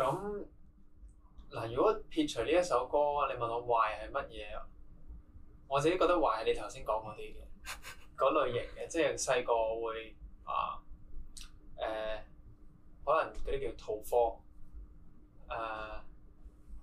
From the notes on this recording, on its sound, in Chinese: 靚仔到電親我枝咪，今集嘅音質有啲差。